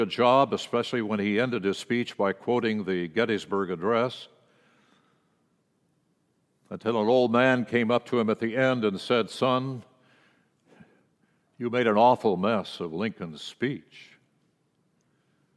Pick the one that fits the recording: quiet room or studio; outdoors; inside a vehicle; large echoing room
large echoing room